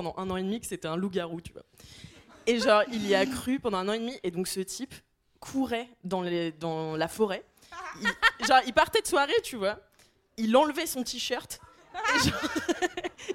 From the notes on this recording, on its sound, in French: Enregistré en public à l'Apollo Théâtre.